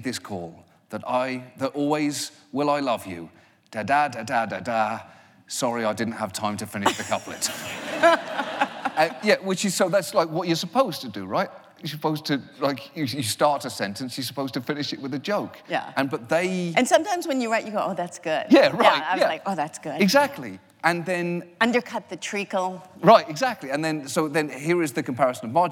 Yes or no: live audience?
yes